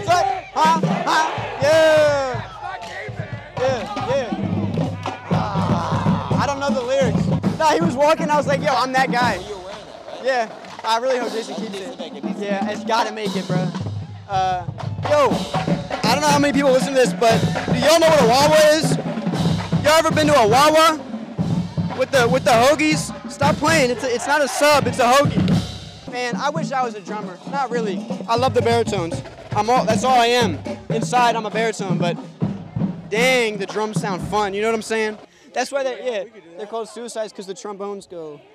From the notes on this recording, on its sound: mic'ed up members of the UNH Marching Band during our 2023-24 Road show